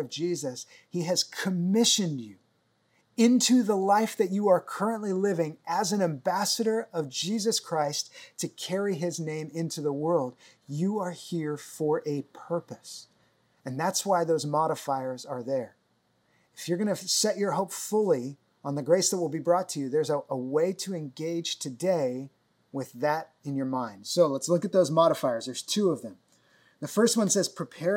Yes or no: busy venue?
no